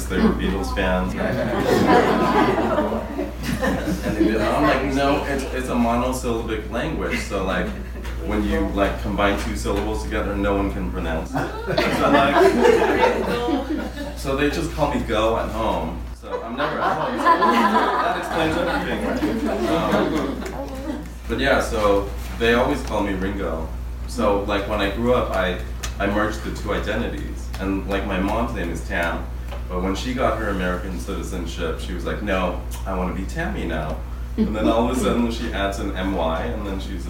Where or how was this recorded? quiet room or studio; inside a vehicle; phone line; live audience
live audience